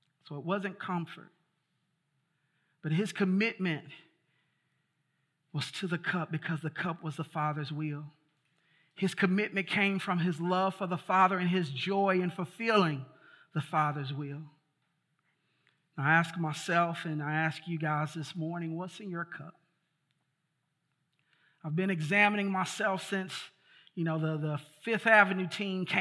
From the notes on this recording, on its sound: This is the full collection of sermons preached at City Light Church in Vicksburg, MS.